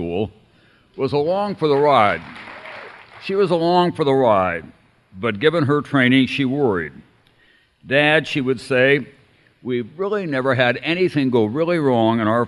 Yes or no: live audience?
yes